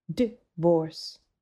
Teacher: he bit off the first syllable like a hiccup